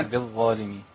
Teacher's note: يبقى الظاء هنا في مرتبه عاليه من التفخيم